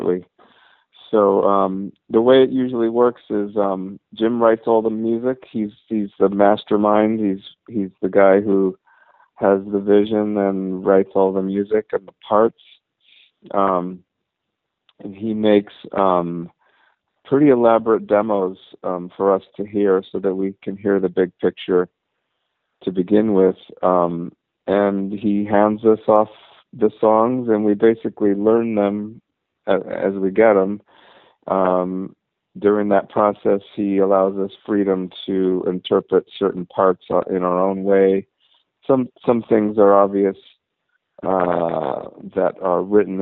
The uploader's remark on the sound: I talked on the phone for a half hour